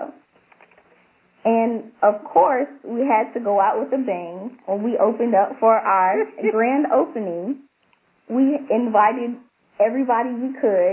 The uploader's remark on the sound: On this recording, you'll hear a fast-paced conference call.